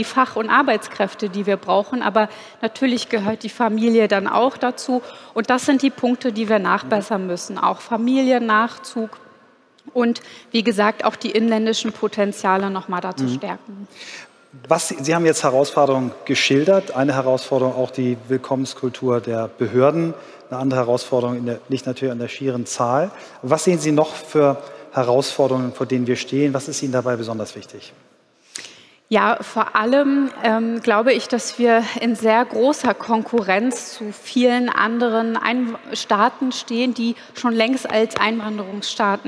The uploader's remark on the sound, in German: Auf dem Abschlusspanel des Deutschen Arbeitgebertages. Live-on-tape vom Deutschen Arbeitgebertag 2022 in Berlin.